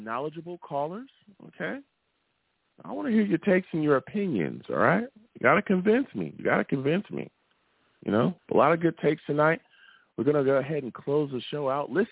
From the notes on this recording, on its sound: I take live callers!